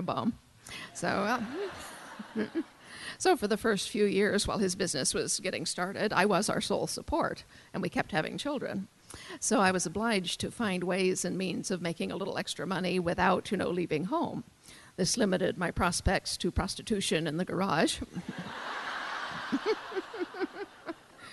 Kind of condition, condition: setting, live audience